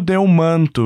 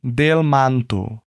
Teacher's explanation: Note que eu não pronuncio Delmanto, eu digo Delmanto, um L mais no céu da boca e um A mais aberto · Shown in: second take